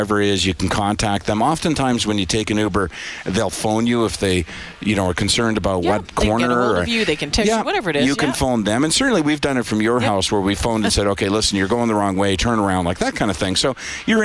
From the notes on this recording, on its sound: broadcast live from Santas Anonymous depot